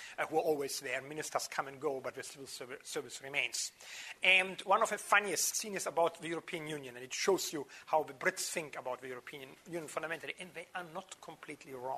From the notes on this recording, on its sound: Took place within the scope of a 4-day course of lectures which was taped from the 31st May to the 03rd June at the Northern Institute of Technology. Took place within the scope of a 4-day course of lectures which was taped from the 31st May to the 03rd June at the Northern Institute of Technology.